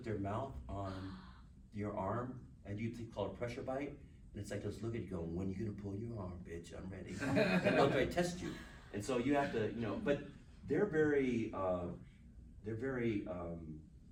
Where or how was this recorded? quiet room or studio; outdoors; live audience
live audience